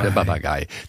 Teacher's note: das P wird bei uns zu B, denn der Papagei ist bei uns der wahrscheinlich der Papagei.